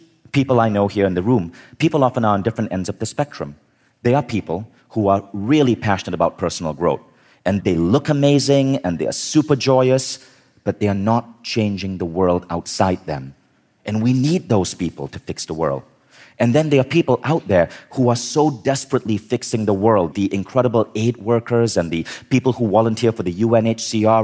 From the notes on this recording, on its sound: In this talk from Mindvalley Live Los Angeles